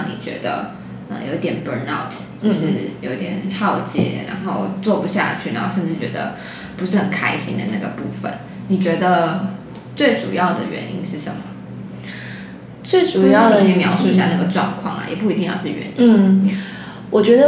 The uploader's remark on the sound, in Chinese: 設備上我的麥克風收音有點問題，所以聲音比較乾扁，請見諒